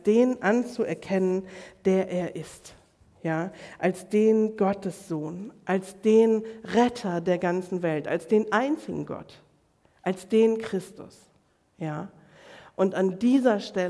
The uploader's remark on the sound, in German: Predigt im Rahmen des GreifBar+ Gottesdienstes